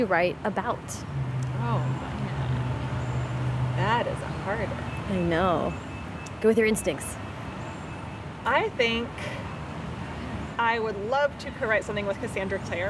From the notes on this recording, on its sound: Lightning round questions with some of the fantastic authors I came across at the annual Los Angeles Times Festival of Books